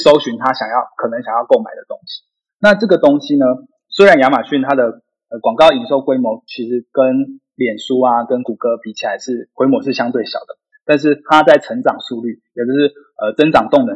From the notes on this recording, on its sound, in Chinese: 本集節目採用 Zencastr 遠端錄音，非專業設備，錄音品質欠佳敬請見諒！